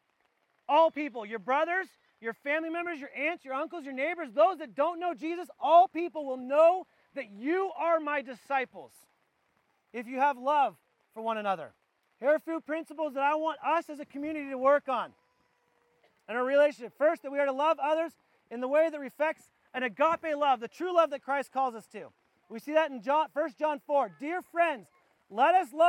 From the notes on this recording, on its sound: This was recorded outdoors at our church wide campout. We apoligize for the audio quality.